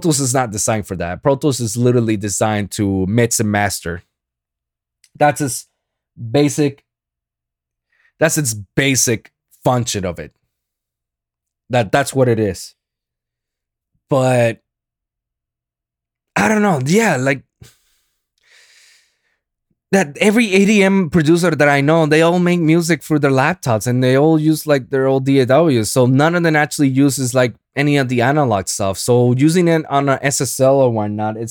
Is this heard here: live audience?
no